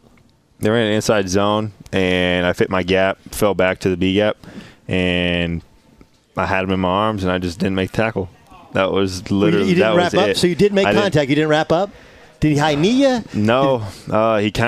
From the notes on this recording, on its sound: Live from Dallas Cowboys Training Camp from Oxnard, CA.